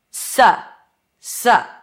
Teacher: Instead of ow, as in south, we have a, as in cup, as in sun. Su, su. And then it's not a soft, voiceless th, it's a voice th, v, as in the word they.